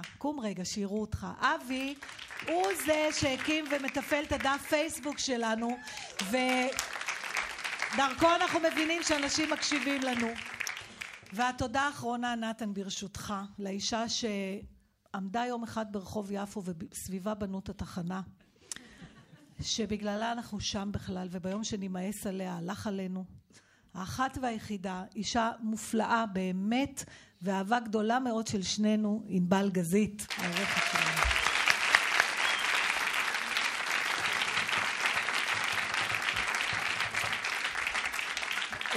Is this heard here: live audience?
yes